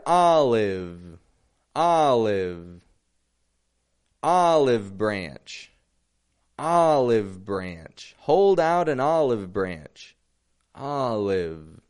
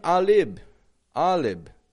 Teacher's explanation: we've got a V ending a word and we're not going to connect it to a vowel sound · Shown in: first take · such as the word olive, olive, olive branch, olive branch, hold out an olive branch, olive.